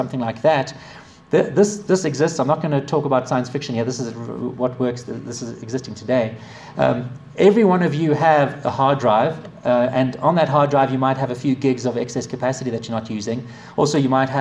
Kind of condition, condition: setting, live audience